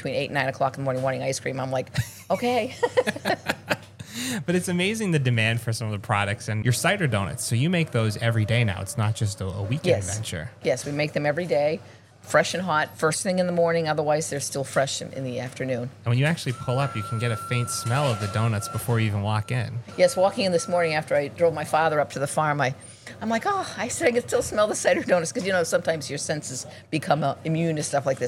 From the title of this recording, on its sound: On The Road at Bolton Orchards